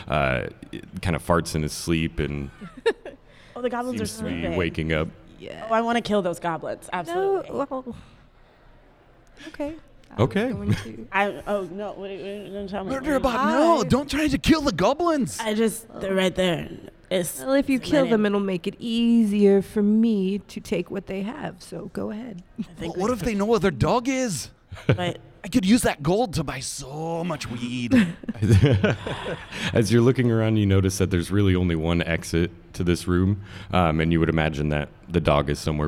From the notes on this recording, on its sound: Live from PodCon